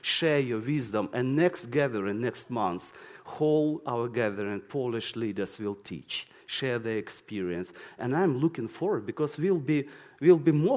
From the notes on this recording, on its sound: This sermon was recorded on Sunday 7th May 2023 at our Putnoe venue.